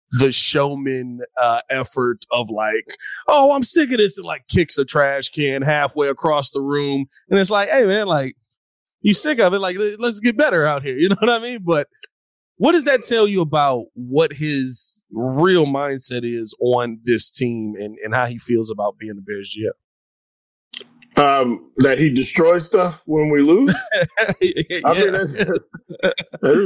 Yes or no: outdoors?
no